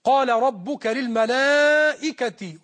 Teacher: راعي تفخيم القاف في قال وترقيق اللام في قال